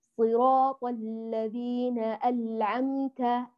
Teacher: والبعض يقلب النون إلى لام